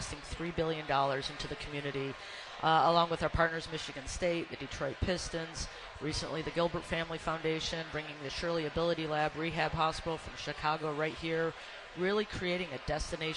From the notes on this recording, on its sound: live from the Parade Company Pancake Breakfast